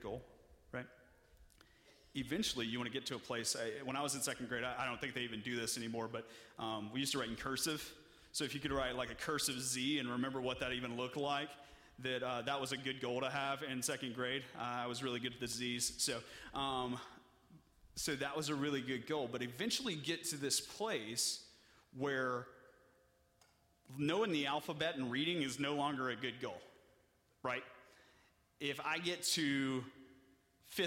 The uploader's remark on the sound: (Message Audio Only) During our Nexus service